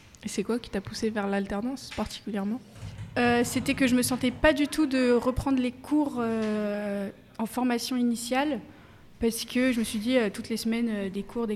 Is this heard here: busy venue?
yes